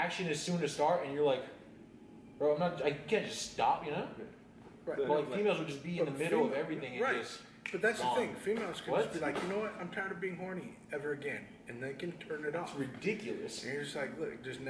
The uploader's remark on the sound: WE APOLOGIZE FOR THE COMPLETE SILENCE AND BACKGROUND NOISE WE ARE AT WORK SO THINGS HAPPEN